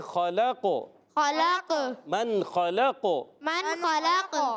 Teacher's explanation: खा को ही मोटा पढ़ना है, काफ को ही मोटा पढ़ना है, मगर लाम को मोटा नहीं पढ़ना